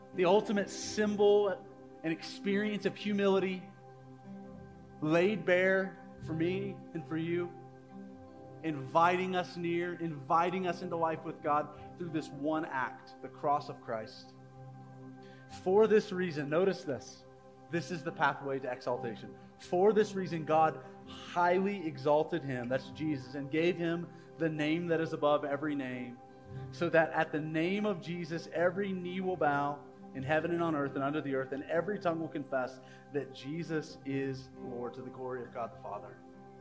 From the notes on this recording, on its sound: Live recorded sermon from the Sunday gathering at The Heights Church Denver on 04/23/23. The following episode is a live recorded sermon from the Sunday gathering at The Heights Church Denver.